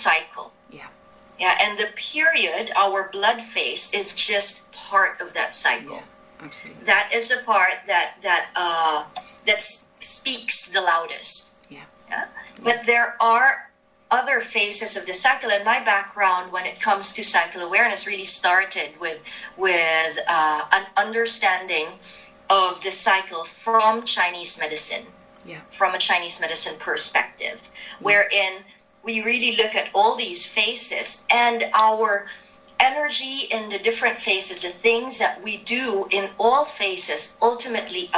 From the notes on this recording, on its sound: A lot of interesting perspectives show up in this conversation which was recorded online.